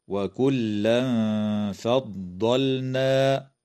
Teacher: إخفاء حقيقي للتنوين عند الفاء مع الغنة مرققة